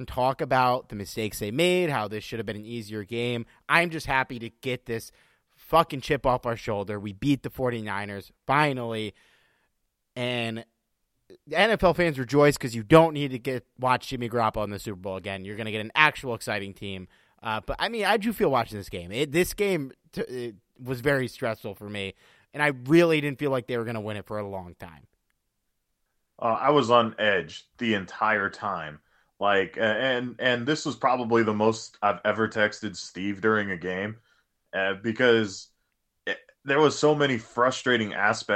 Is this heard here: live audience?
no